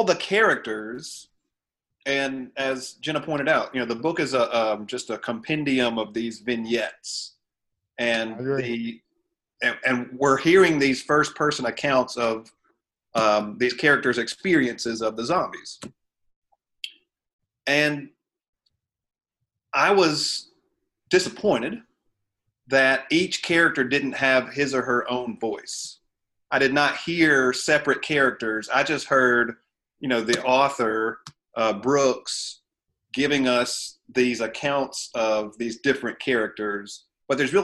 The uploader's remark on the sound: we did record this through Zoom